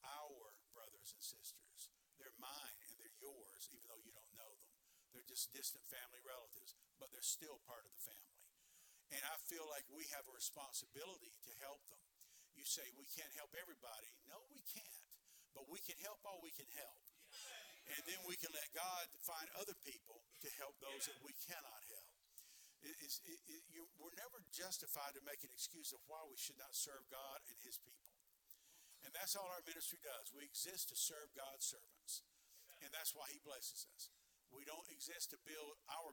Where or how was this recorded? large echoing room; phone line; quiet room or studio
large echoing room